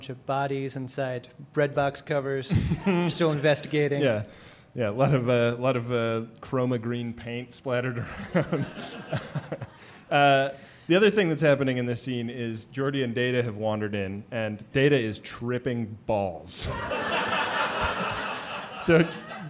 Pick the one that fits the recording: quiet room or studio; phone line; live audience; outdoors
live audience